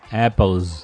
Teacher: S de plural americano, ele é um Z no final · Term: S do plural